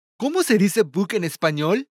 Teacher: Note the rising intonation of the sentence to mark that it's a question.